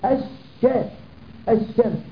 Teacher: الشين الثانية جاءتنا لأننا جئنا لللام وقلبناها شين، حولناها شين، فأصبحت عندنا شينان · Term: اللام الشمسية